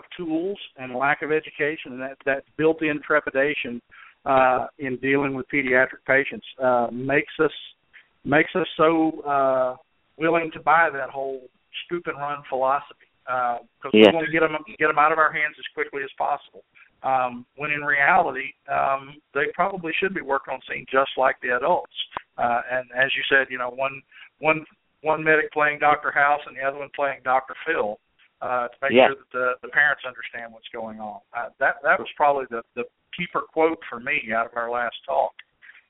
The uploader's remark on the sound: answered calls from listeners in the first live show